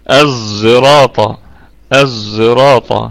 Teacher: تمام، وعندنا الإمام حمزة خلاد وخلف في الكلمة الأولى دي فقط اللي هي الصراط محلاة بالألف واللام، دي يقرؤونها مشامة بصوت الزاي